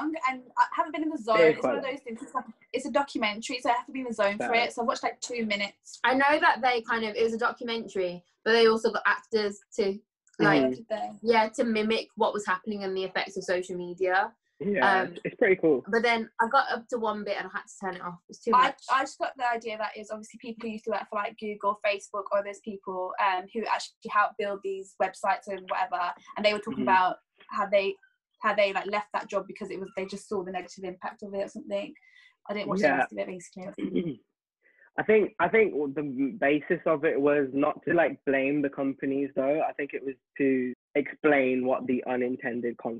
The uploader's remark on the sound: We’re back to the zoom calls